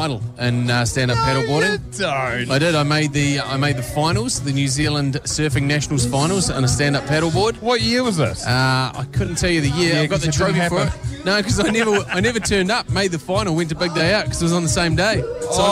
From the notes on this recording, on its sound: On the show today we are at House On Hood in the fair Waikato city of Hamilton, as the city warms up form the HSBC NZ 7s.